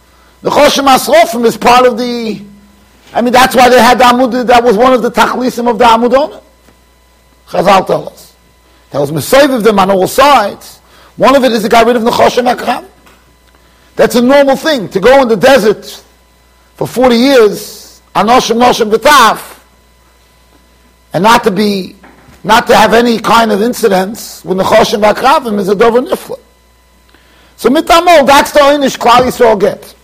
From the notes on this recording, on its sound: Shiur recorded in Yeshivas Ohr Reuven, Monsey NY.